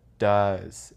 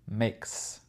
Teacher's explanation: does, c'est avec le son Z à la fin, pas S